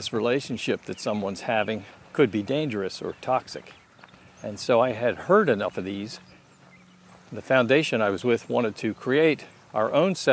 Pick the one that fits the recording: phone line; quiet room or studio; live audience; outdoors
outdoors